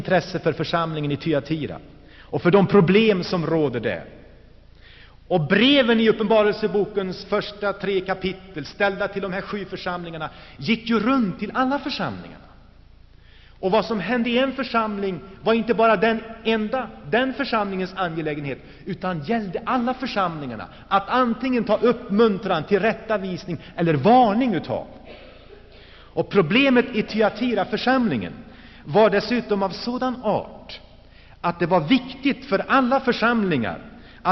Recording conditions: large echoing room